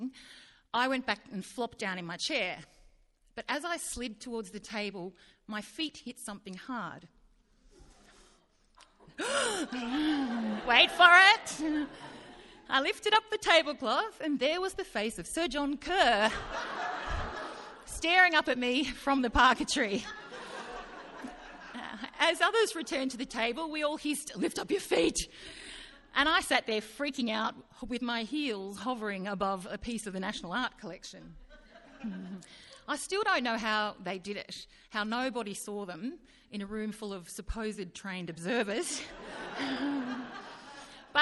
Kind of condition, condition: setting, live audience